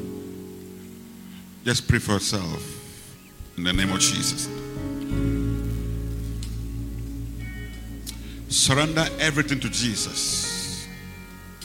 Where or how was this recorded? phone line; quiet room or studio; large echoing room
large echoing room